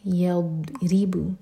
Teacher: ضاد ساکن پر کبھی بھی جھٹکا نہیں ہونا چاہیے، زبان کے سائڈ سے پڑھیں گے اور تھوڑا ٹائم دیں گے